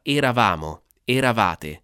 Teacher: l'accento tonico cade sulla A, non cade sulla E, quindi automaticamente, questa magari è una regola che vedremo poi, la vocale tonica chiude tutte le altre vocali.